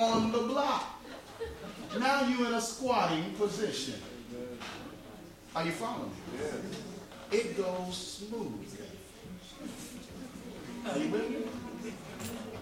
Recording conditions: live audience